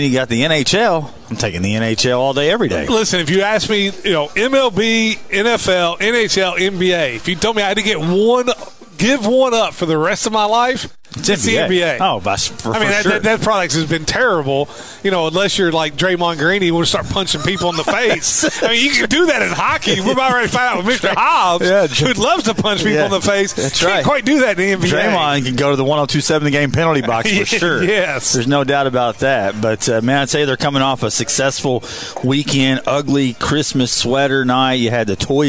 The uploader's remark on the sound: Live from BJ's Brewhouse in Evansville for Thunderbolts Live.